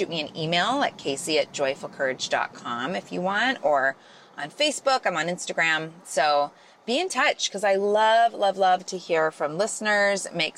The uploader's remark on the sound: Solo show today – from the car…. Thank you for having grace for my audio quality this week!!